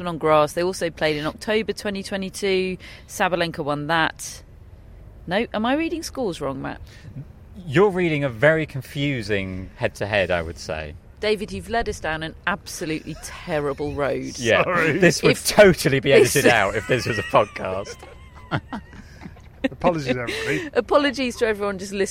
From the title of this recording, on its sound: Live from Wimbledon